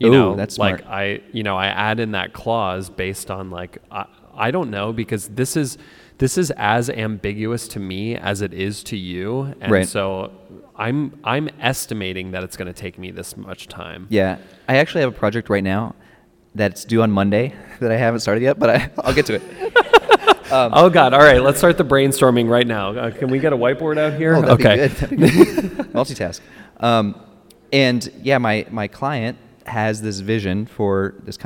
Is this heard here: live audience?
yes